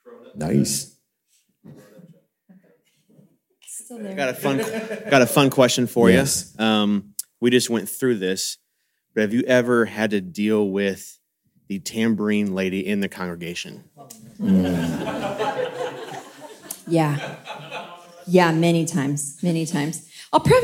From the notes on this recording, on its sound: LIVE from Experience Conference 2023 at Disney's Coronado Springs Resort in Orlando, FL recording with a tremendous audience!